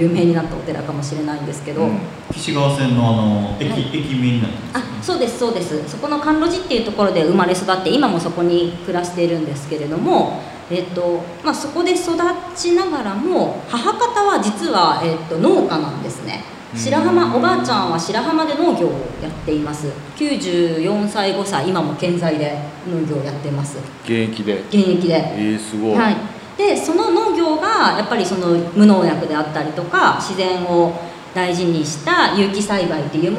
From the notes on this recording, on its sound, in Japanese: トークイベントの模様をお送りします。